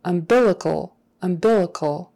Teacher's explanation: The accent is on that second syllable.